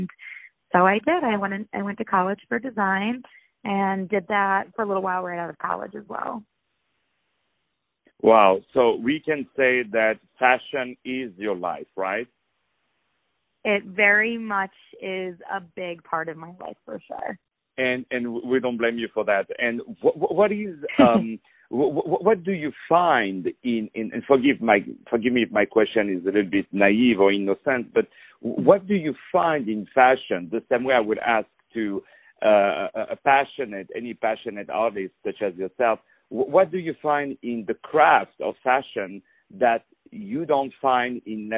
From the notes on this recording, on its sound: On the phone